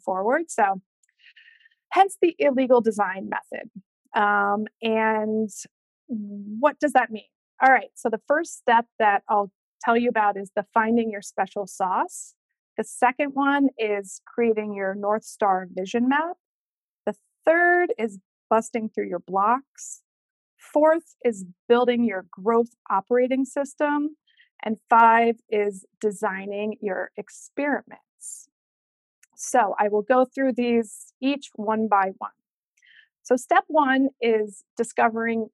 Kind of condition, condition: link, video call